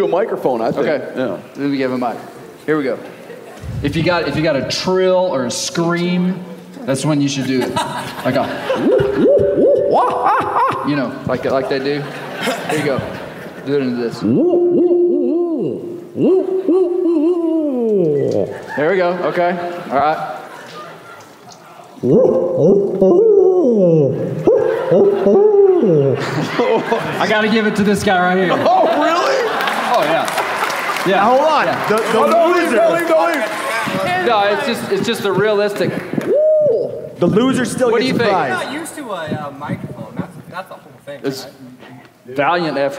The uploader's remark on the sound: Come to you from our live show at the Alberta Bair Theater in Billings, MT.